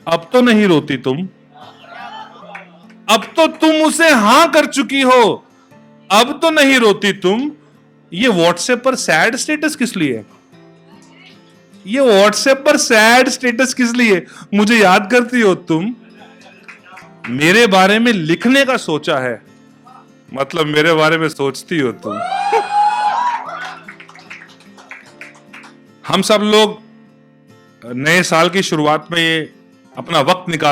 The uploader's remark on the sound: This was my live performance